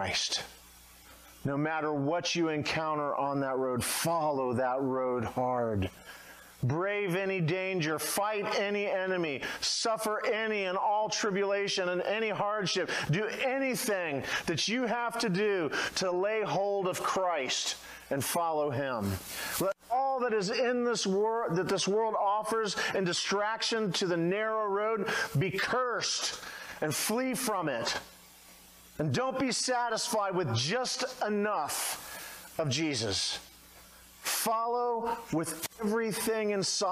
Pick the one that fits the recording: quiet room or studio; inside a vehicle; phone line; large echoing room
large echoing room